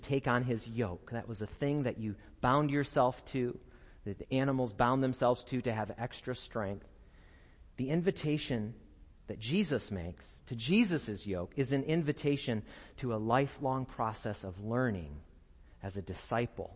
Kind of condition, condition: setting, large echoing room